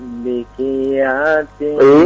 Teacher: Walaupun huruf qaf itu harokatnya kasrah, tapi dia huruf istila, ya, tetap dibaca tebal.